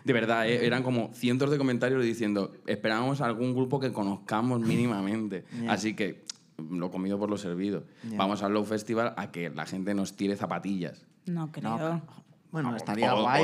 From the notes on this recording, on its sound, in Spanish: Cuarto programa en el festival Soy Meme